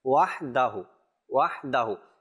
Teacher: হায়ের উপরে যে পেশ আছে, এই পেশের কোনো কিন্তু টান নাই, সিধা পড়তে হবে এটাকে টান ধাক্কা ছাড়া। · Term: কোনো টান নাই